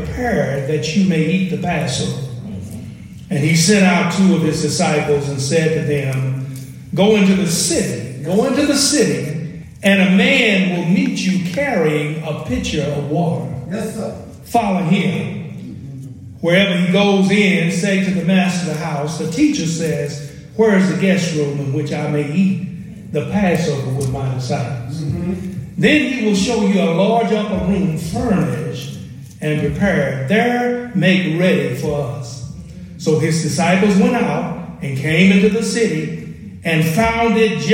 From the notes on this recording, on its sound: Preaching during the 2023 Big Enough Conference at the Clay Street Missionary Baptist Church, Shelbyville, Kentucky.